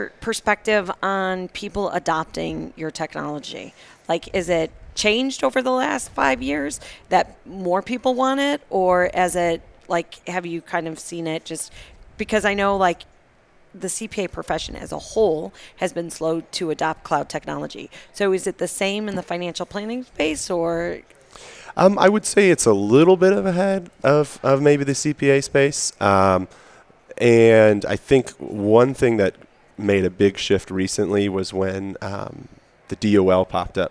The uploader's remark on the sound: Live from AICPA Engage 2018